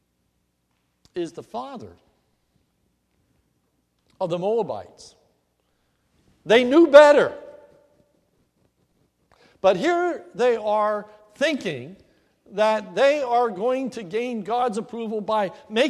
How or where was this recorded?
large echoing room